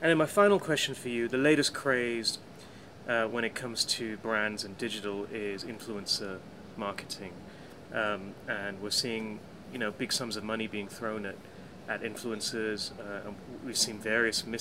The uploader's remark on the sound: Recorded at the PRAXIS7 conference in Hyderabad